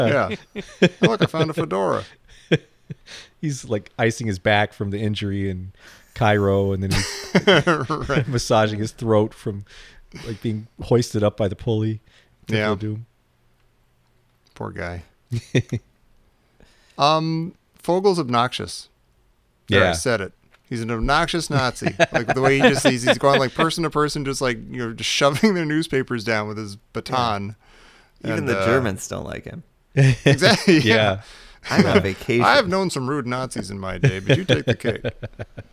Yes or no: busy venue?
no